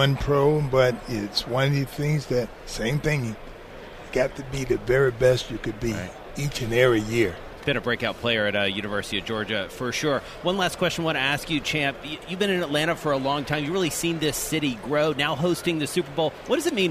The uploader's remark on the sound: From Radio Row in Atlanta